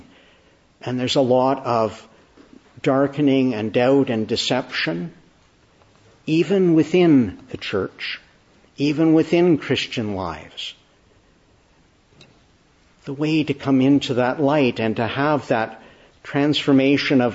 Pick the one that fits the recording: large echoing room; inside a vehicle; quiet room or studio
large echoing room